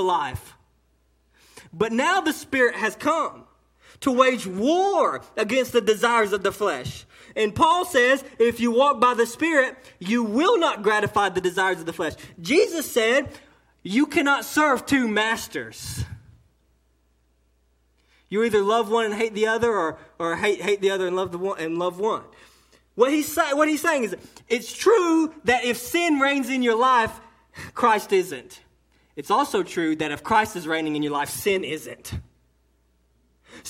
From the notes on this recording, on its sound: A sermon delivered on 5/27/18 during the 11am service to Cottondale Baptist Church in Eastman, GA